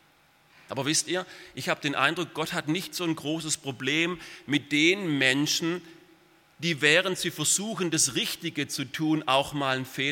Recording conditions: large echoing room